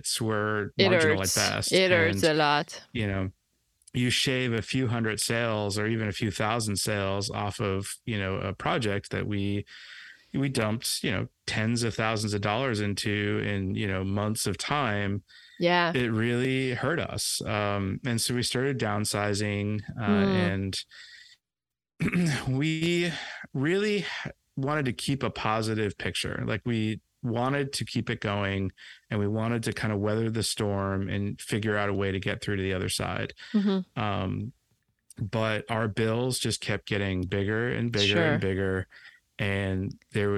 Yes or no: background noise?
no